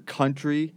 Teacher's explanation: I didn't like the way you emphasized country. You put too much stress on the first syllable.